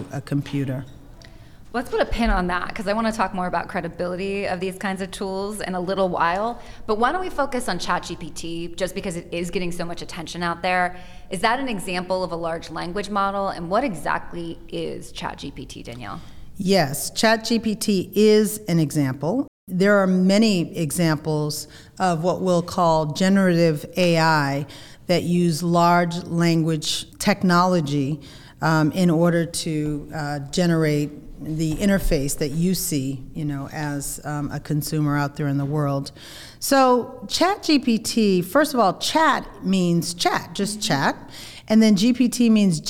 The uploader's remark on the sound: In this podcast recorded at the firm’s national Workplace Strategies seminar.